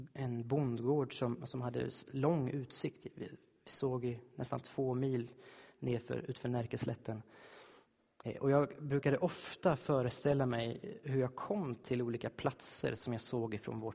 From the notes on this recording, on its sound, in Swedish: Inspelad i Baptistkyrkan Tabernaklet i G&#246;teborg. Inspelad i Baptistkyrkan Tabernaklet i Göteborg.